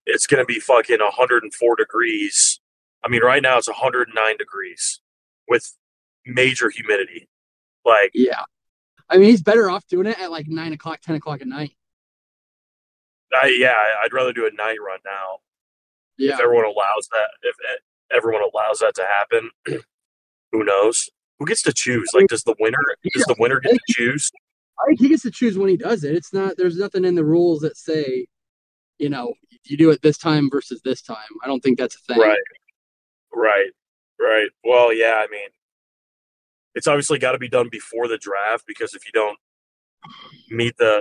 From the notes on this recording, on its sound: In the wild Texas Heat. What better to do while driving than do a Pod?